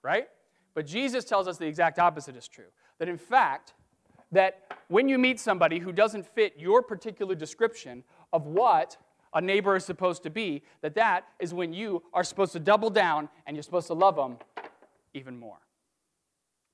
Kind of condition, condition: setting, large echoing room